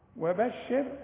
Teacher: وبشر الراء عند الوصل وعند الوقف ترقق، لأن قبلها هي مكسورة وقبلها مكسور، فعند الوقف برضو ترقق.